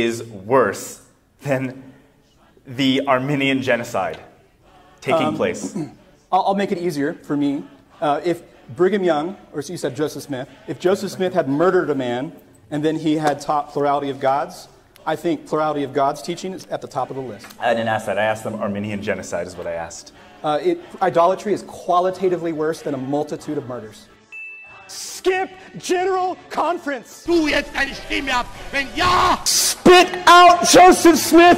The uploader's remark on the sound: Live Q&A